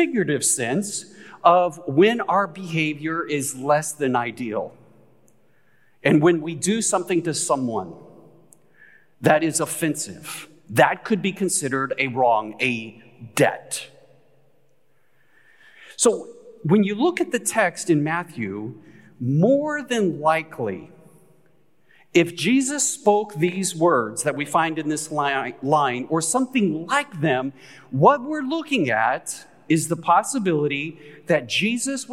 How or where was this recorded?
live audience